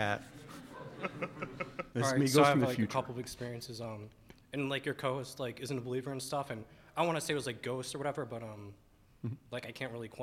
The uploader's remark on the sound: Live from C2E2 in Chicago. In our very first live show, we do all the things we set out to do, which was mainly to get one good, audible groan out of the audience. We also opened up the floor to hear ghost stories from the audience.